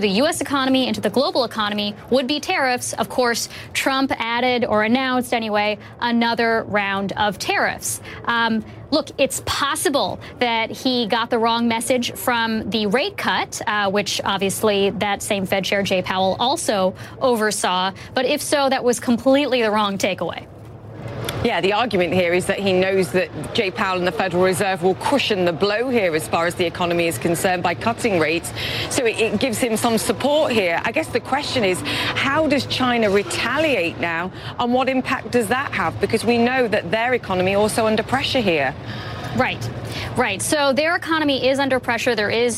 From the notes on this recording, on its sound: live from the New York Stock Exchange